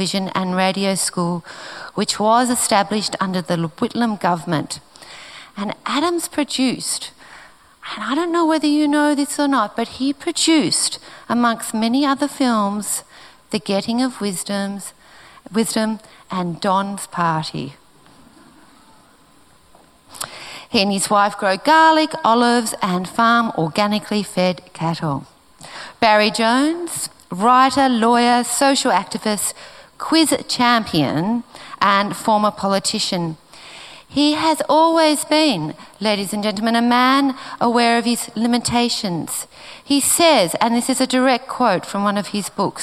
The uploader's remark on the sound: This is a live recording from our event.